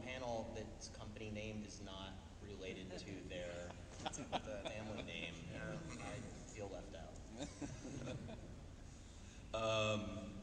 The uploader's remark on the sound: CEO Panel at pax unplugged